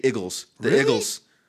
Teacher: In the Philadelphia accent, it's just a lot of like weird vowel replacements where like it should be an E sound, but it's actually an I sound